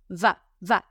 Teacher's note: Porque estás usando el labio de abajo y estás usando los dientes. Estás poniendo los dientes de arriba en el labio de abajo. Va, va. Pones los dientes de arriba en el labio de abajo y haces el sonido de la letra B. · Term: labio dental